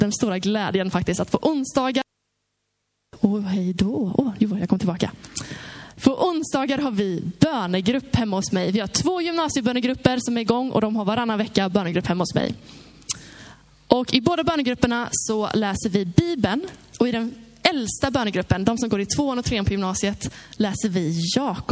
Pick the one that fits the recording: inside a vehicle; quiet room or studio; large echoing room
large echoing room